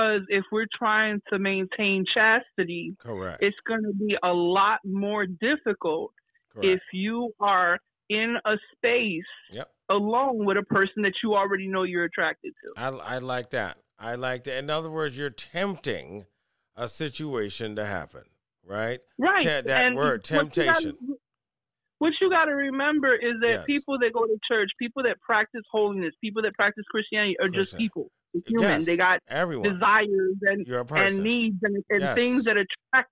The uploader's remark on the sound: The Counselor live (Interviewers a Caller)